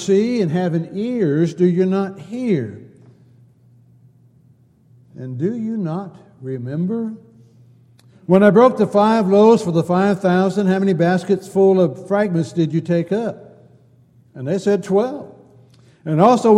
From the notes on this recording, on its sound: Downtown Church Of Christ Audio Sermon